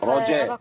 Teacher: أفخم الراء ورقق الجيم لأن الجيم رققها في القرآن إيه كله.